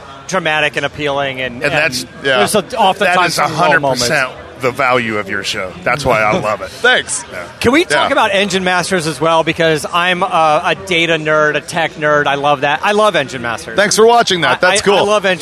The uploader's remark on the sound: Live from Roadkill Nights Powered by Dodge Event